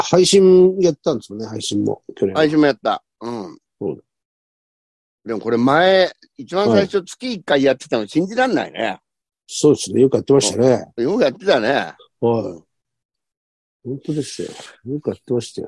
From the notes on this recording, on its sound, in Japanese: ZOOMで収録